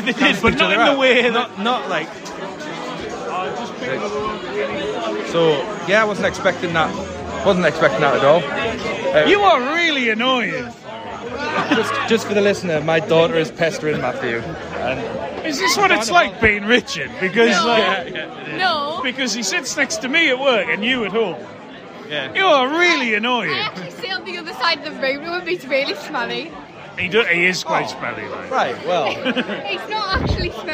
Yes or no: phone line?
no